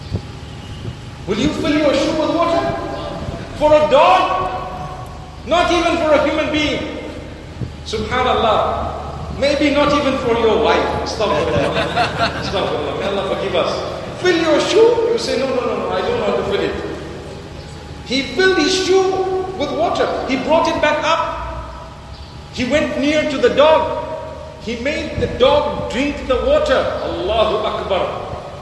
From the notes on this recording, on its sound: Lecture delivered at Masjid Cut Meutia in Jakarta, Indonesia